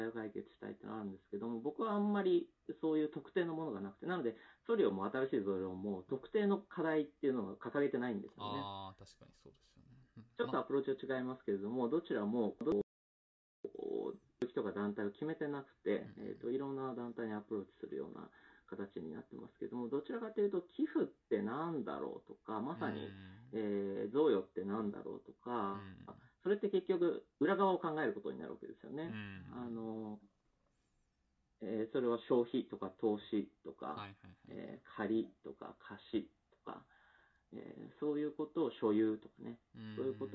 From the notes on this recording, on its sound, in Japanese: Zoomの背景にある本に囲まれた部屋が理想過ぎて羨ましかったです。